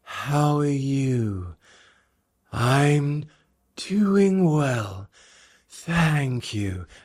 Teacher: the vocal folds don't really actually come together and we start letting air through before the vocal folds start vibrating together and making the voice sound, the vibration of the voice. · Term: breathy